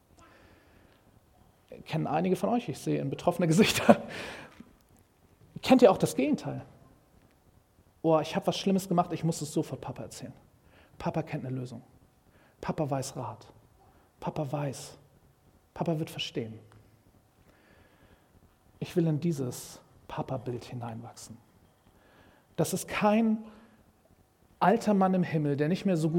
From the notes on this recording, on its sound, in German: Predigt im Rahmen des GreifBar+ Gottesdienstes